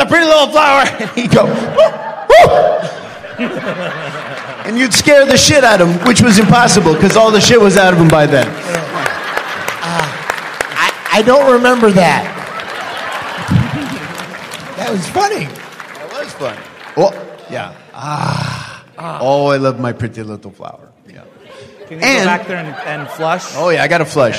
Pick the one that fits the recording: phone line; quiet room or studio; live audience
live audience